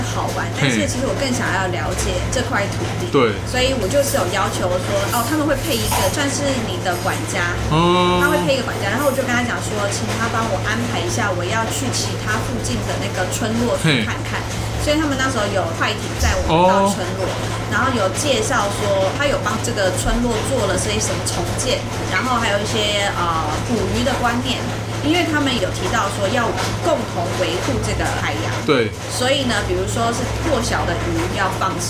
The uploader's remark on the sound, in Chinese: 錄音地點： SUGARbISTRO 小食糖